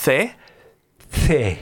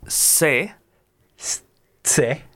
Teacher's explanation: In Spain, they would say the, the. Yes, and in Latin America, they would say se, se.